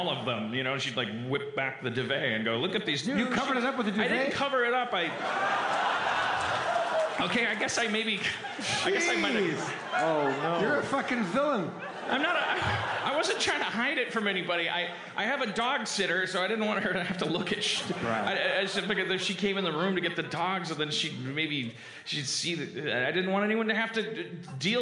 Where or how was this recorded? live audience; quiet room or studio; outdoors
live audience